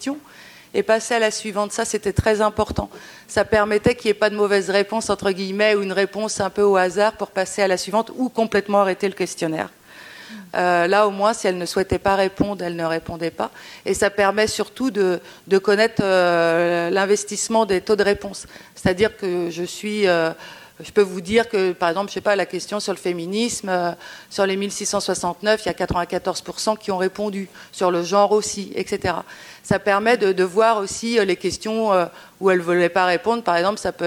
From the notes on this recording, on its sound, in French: Épisode enregistré en public - The F* Club X Mois de l'égalité de la Ville d'Angers. Nous avons enregistré un épisode du F* Club en public.